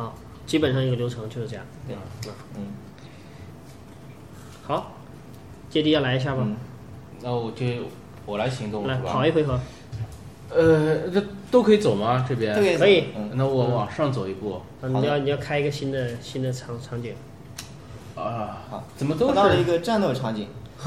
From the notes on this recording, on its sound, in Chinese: 在Joypie的实体店体验了一把《命运之手：严酷的试炼》，并把当时游戏的现场以音频形式带给大家！